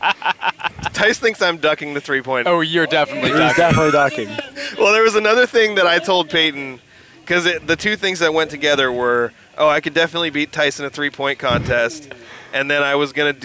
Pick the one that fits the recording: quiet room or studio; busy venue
busy venue